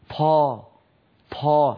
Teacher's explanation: هل سمعتم النفس الذي بعد الطا؟ · Term: طاء مهموسة